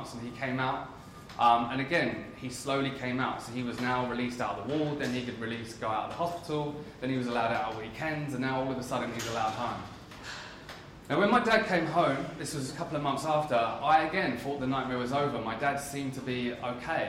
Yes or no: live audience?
yes